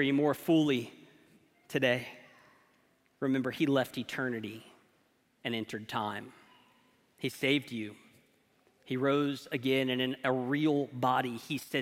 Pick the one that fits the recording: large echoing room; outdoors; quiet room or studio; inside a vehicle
large echoing room